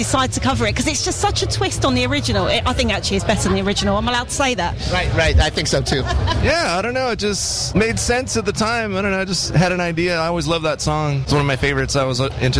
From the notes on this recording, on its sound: Backstage at Download Festival 2019.